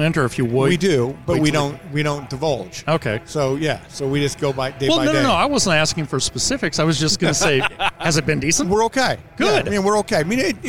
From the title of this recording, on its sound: Live at Mecum Kansas City